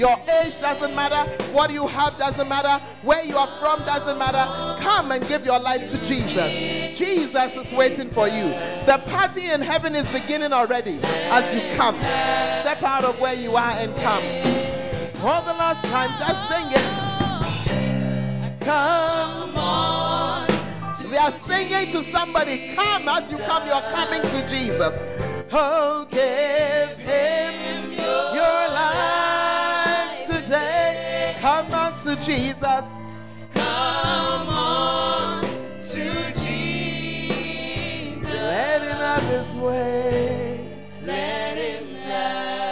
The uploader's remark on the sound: Preached At The First Love Center, Ayeduase (The Word Encounter Service)